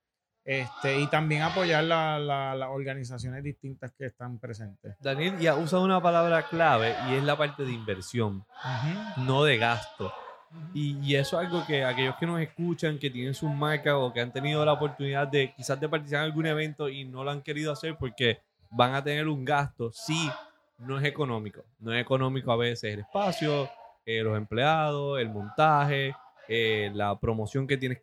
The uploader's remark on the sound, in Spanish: Grabamos este episodio especial desde el Taste Food Fest